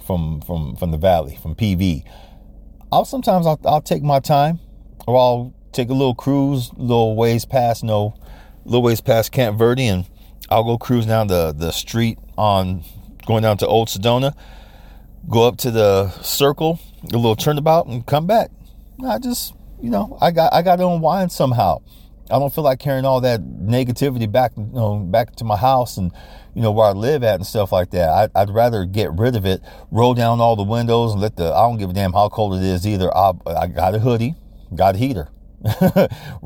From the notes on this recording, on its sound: why do you do your podcast from the car again?